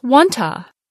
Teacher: Most unstressed syllables and function words become shorter, softer, and less clear. The vowel sound in to, oo, gets reduced to another vowel sound, schwa, One to becomes wanta, The two t sounds drop off in fast speech.